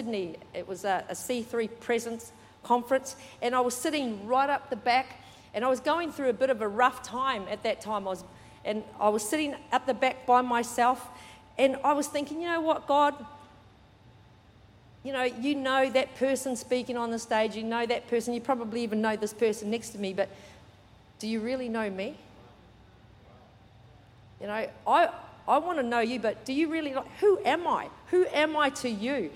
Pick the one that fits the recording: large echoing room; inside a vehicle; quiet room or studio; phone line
large echoing room